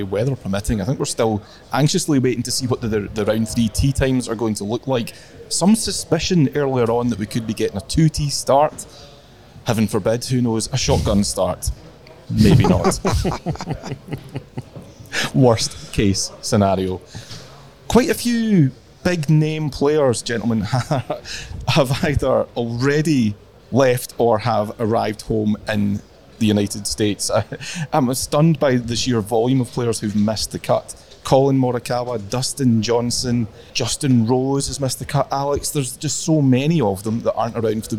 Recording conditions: outdoors